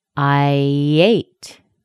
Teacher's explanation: A little Y connecting sound is between those two words. I in American phonetics is written as A plus Y.